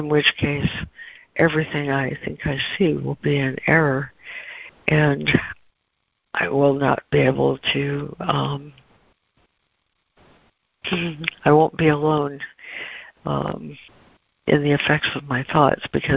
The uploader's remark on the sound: ACIM Daily Conference Call.